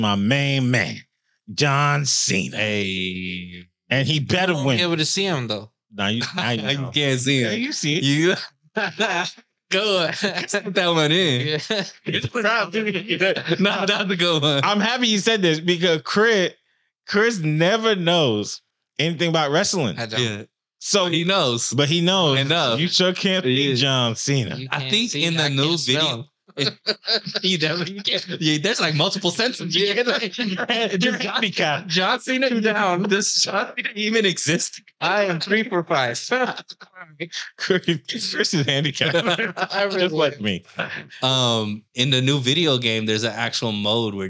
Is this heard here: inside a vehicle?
no